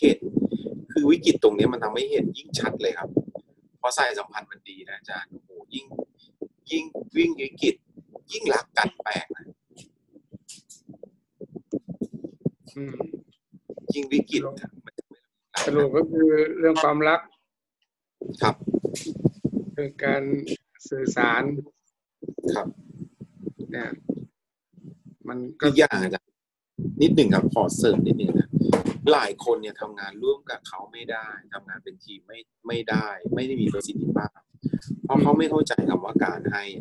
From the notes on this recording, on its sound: ZOOM Meeting